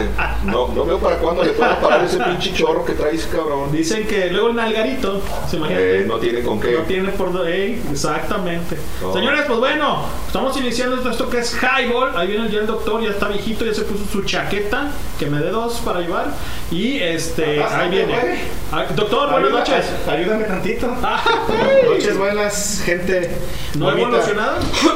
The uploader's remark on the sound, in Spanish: Episodio grabado en el Drinking Tippy desde Huentitan el bajo, Guadalajara Jalisco